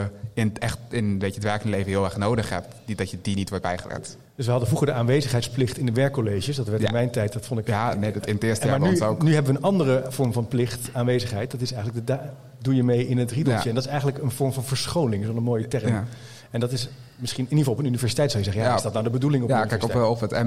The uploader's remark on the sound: De podcast werd live gestreamd tijdens het congres. Tijdens de podcast stelt het publiek vragen aan de hand van stellingen.